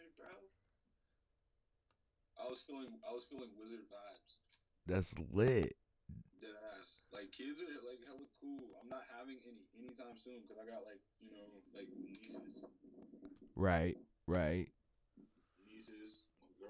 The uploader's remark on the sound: Sorry for the technical difficulties. Had to share this dirty audio episode because the message in it.